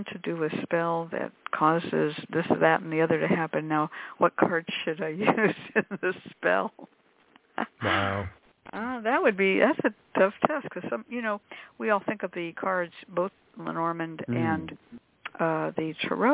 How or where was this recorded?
phone line